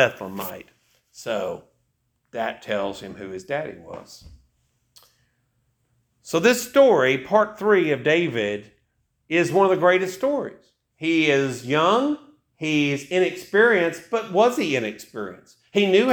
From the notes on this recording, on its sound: This message was preached November 26, 2023, AD at Hickory Valley Baptist Church.